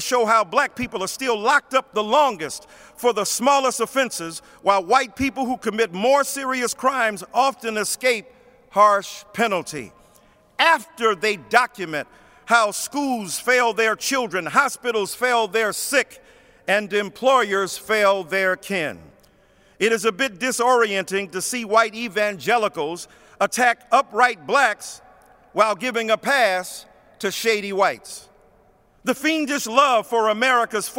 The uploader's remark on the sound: preached at Washington National Cathedral